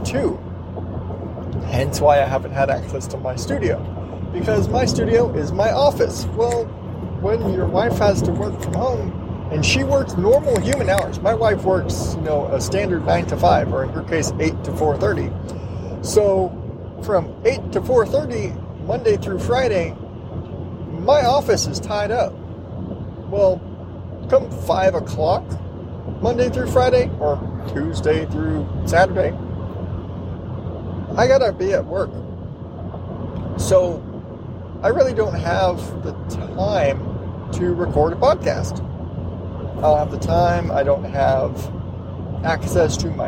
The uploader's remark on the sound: I'm driving home from work